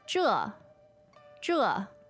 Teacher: Okay, Z-H-E, fourth tone, right?